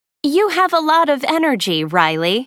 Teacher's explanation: There is usually falling intonation and a pause before the name.